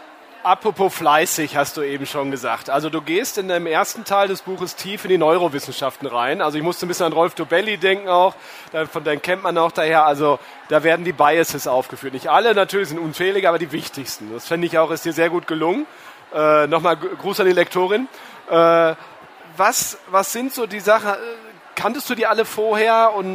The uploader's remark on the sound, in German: Live-Gespräch auf der Karriere-Messe HerCareer.